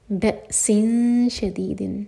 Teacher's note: اولو قوت و اولو، ادغام غنہ کے ساتھ، اور پھر و اولو، اگین او ایک حرکہ اور لو دو حرکہ لمبا. بأس شدید، ب یہاں پر کٹ آف ساؤنڈ اور قلقلہ نہ ہو، اور شین کے لیے اخفا کریں گے.